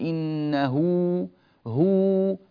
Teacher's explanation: فلما كانت الهاء مضمومة في إنه وصلناها بواو · Term: الصلة